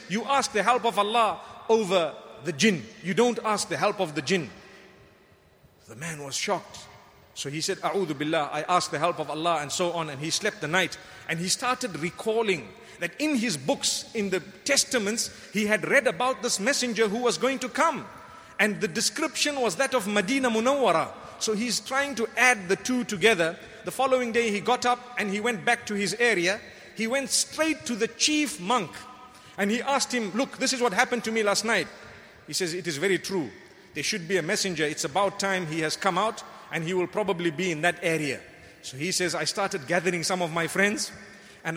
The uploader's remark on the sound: Delivered at Tuanku Mizan Zainal Abidin Musjid Ramadaan 1435